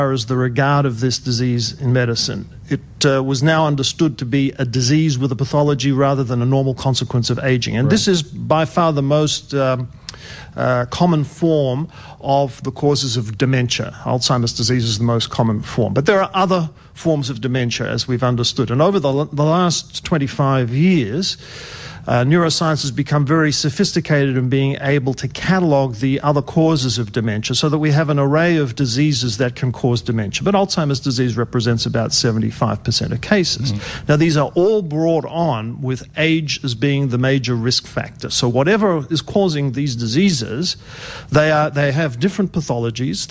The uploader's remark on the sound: Is in the performance space with a live audience to celebrate 3RRR April Amnesty.